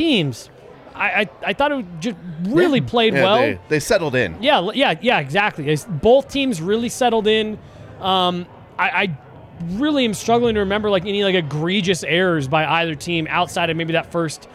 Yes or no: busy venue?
yes